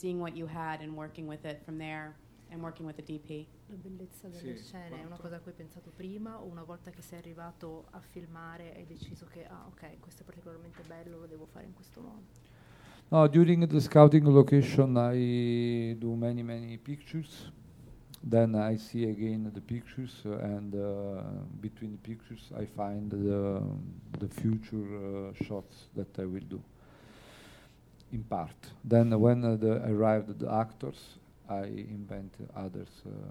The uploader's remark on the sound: A special Los Angeles press conference